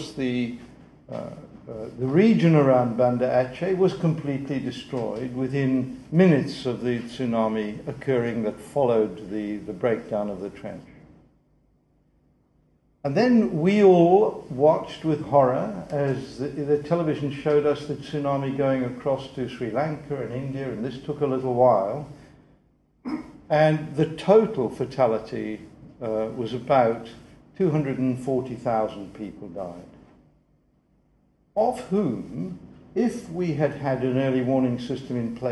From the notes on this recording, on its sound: The 2008 Duncan Davies lecture.